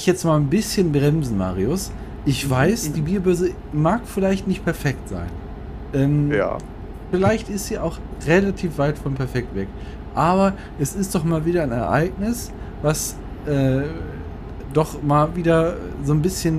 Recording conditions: background noise